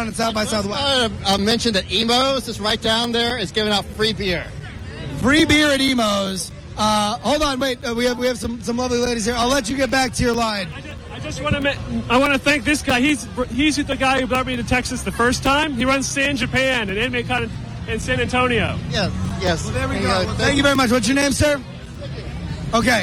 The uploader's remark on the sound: SXSW Sunday's Live Coverage. Live coverage of SXSW Sunday afternoon.